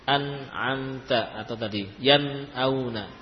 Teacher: Kalau nun ketemu hamzah dibaca jelas an'amta atau tadi yan'auna, ya, karena posisinya jauh antara ujung lidah dengan tenggorokan, ya, makanya dibaca idhar.